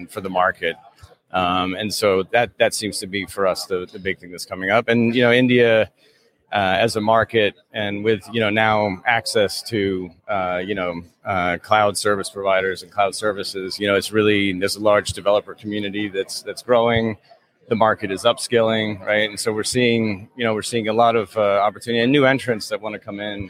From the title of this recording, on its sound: JSA Live TV at PTC 2023